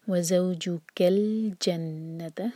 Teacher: لام پر قلقلہ نہ ہو، جنت نون شدہ غنہ